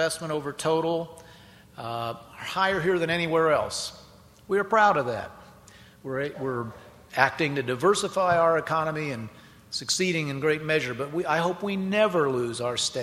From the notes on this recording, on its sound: keynote address at WIndiana 2009